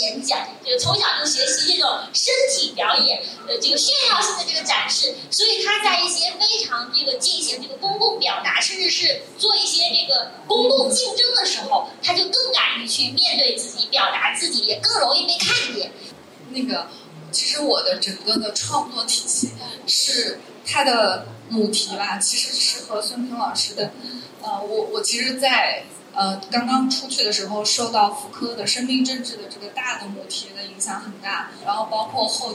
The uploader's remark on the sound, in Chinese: 现场观众写的纸条